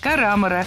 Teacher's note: И правильный вариант – карамора с ударением на втором слоге.